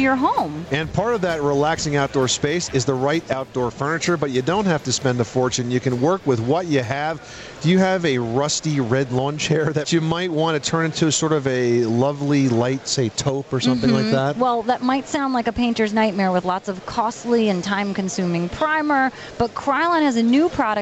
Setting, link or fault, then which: setting, busy venue